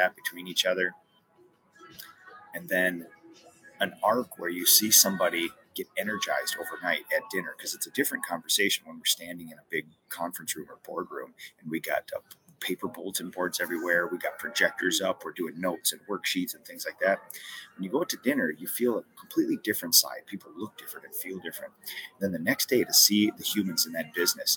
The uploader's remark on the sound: Live from the Boston Airport!